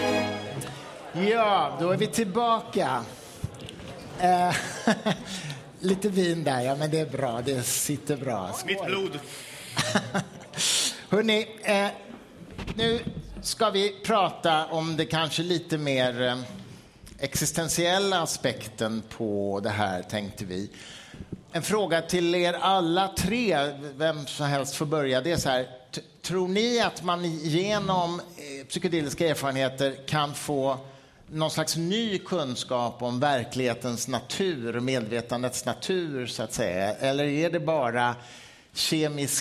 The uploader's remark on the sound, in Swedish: Livepodd från Cirkus 13 april. Idag släpper vi vår live-podd från Cirkus om psykedeliska.